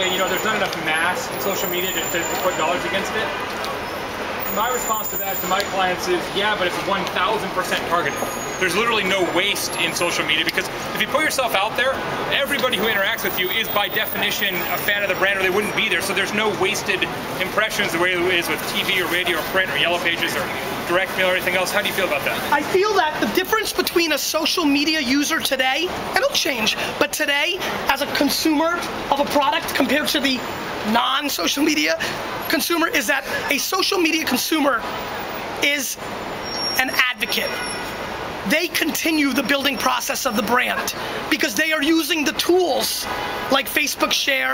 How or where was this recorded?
outdoors